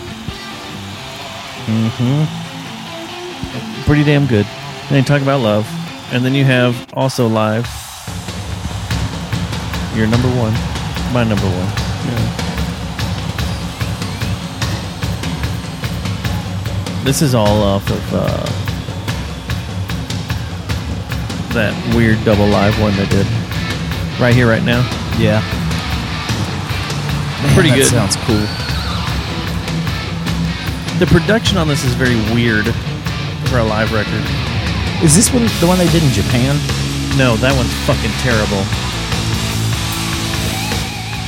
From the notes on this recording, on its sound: recorded an episode late one night while driving home from SXSW